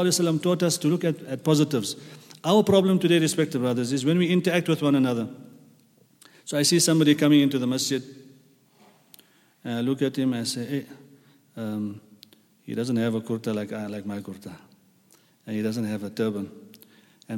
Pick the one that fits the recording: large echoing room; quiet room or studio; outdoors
large echoing room